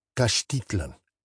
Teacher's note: is pronounced Caxtitlan, with the accent on the I. The TL, TL sound exists in English and isn't hard to pronounce.